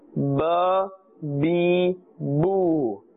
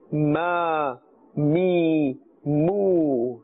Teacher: Ba, remember the makhraj, it must be pronounced from the wet part of the lips, right? And meem, which is the next one, must be pronounced from the dry part of the lips.